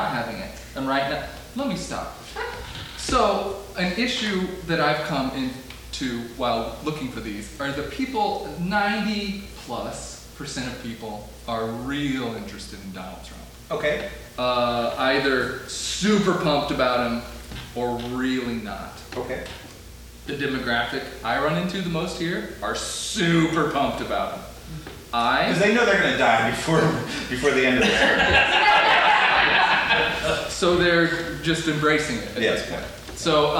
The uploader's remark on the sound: The Midwest Examiner LIVE! Presented by GoProv at The Art House in Goshen, Indiana USA. This is the first performance of The Midwest Examiner in front of a live audience!